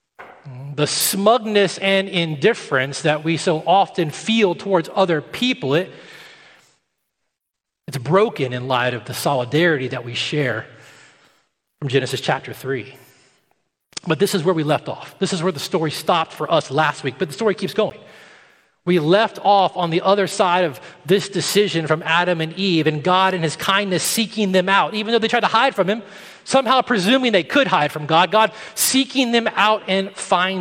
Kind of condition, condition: setting, large echoing room